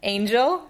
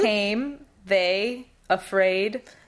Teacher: The next diphthong we come to is the A, which is closed E followed by an open I